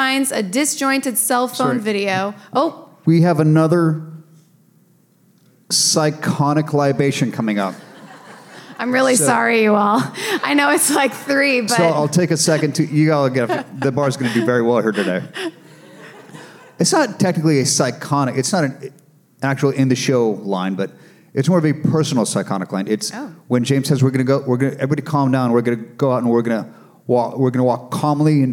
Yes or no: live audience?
yes